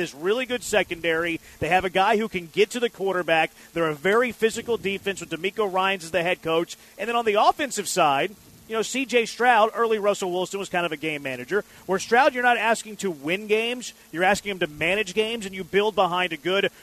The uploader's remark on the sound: LIVE from Drift Bar in the Heights!